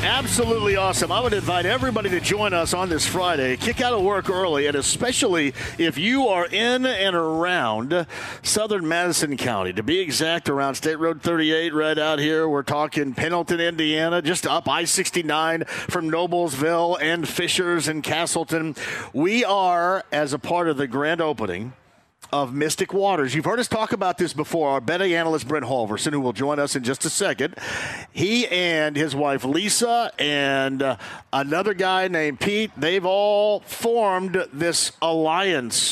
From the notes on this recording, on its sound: Full Show: Live From Mystic Waters Campground!